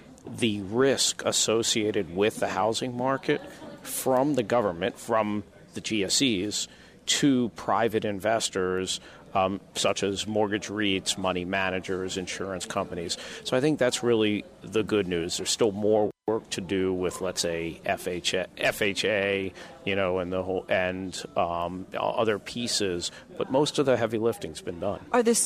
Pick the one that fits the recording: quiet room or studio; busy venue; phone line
busy venue